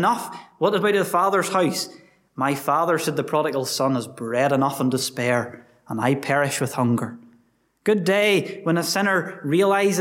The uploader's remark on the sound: Gospel Audio from Ballyclare Gospel Hall